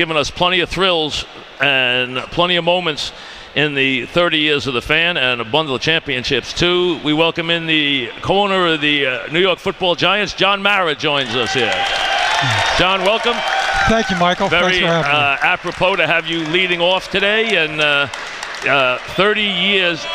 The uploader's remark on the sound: Opens his show live at Grand Central Terminal while celebrating WFAN's 30th anniversary.